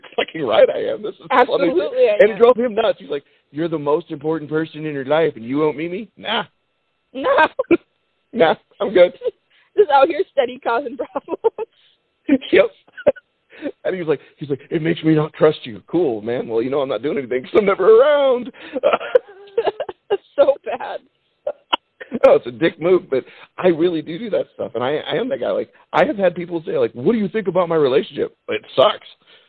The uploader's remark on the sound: we finally got a chance to get a phone conversation